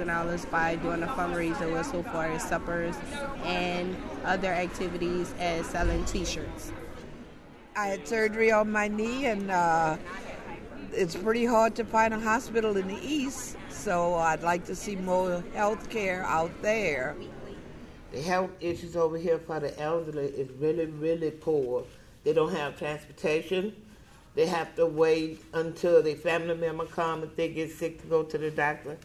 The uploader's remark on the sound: WWNO’s Listening Post project set up digital recording stations in Mid-City, Gentilly, a health care fair in the Tremé, and a senior citizens meeting at the Harmony Oaks housing development in Central City to hear some local voices on health care issues.